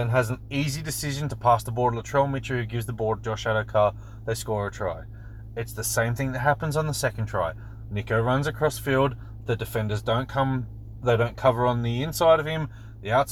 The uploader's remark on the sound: We're in the car